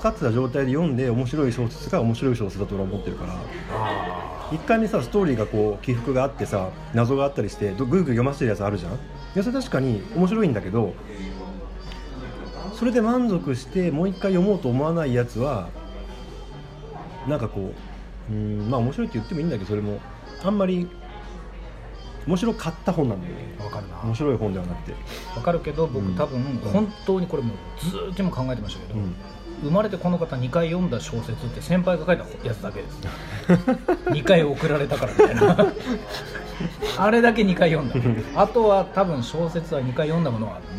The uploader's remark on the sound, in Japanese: 東京出張の時にご飯を食べながら収録した雑談です。雑音でお聞き苦しいかと思いますが。